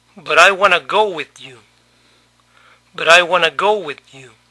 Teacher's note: La T de but se pronunció como nuestra R.